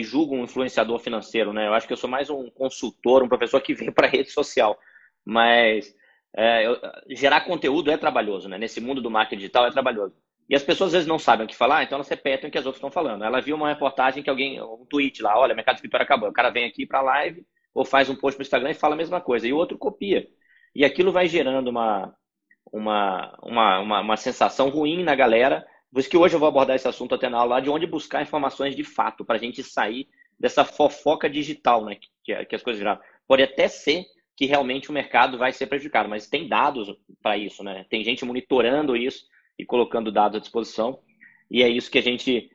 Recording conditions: video call